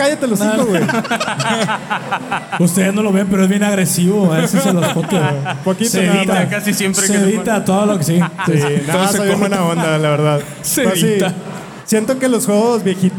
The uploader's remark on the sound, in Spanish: junto con la ayuda de nuestro increíble público en vivo